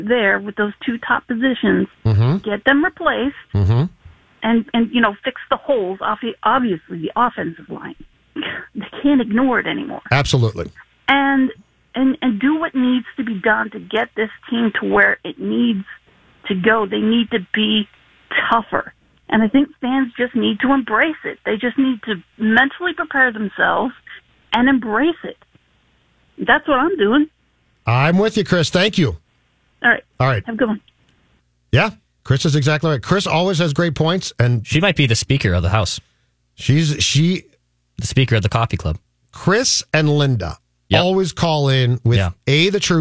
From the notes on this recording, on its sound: loyal Vikings listeners call into voice their thoughts!